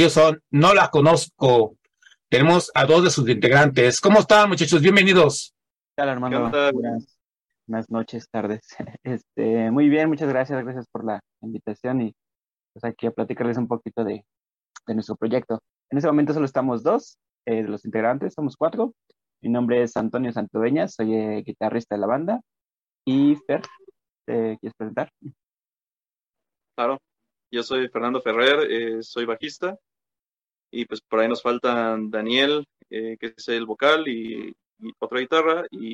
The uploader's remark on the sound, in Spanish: Charlamos via zoom